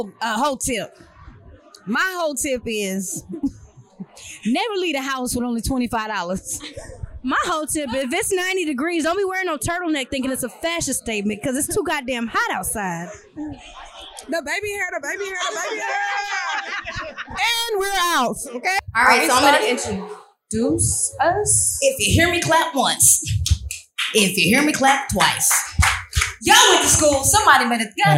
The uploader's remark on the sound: For our first live Event. Live at the Vault Downtown for Fashion Week. Audience Interaction.